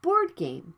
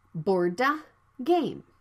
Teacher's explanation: The D sound is between consonants, so it can be dropped. · Shown in: first take